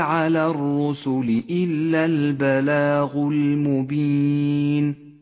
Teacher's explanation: الراء المفخمة في كلمة الرسل فهل على الرسل إلا البلاغ المبين فخمت الراء لأنها مضمومة